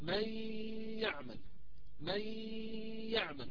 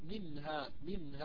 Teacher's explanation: النون هنا في كلمة منها حكمها الإظهار، والنون هذه في جسمها أصلا مركب غنة كما قلت قبل قليل، أن النون والميم في جسميهما غنة لازمة لا تفارقهما، فمنها حكمها الإظهار وفيها أيضا غنة أصلية مركبة فيها. إذن هنا سننطق النون واضحة لأنها مظهرة، وسيكون معها صوت غنتها الأصلي دون زيادة عليه ولا مط ولا تطويل · Shown in: second take